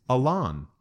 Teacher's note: Chester chose to pronounce his middle name with the emphasis on the second syllable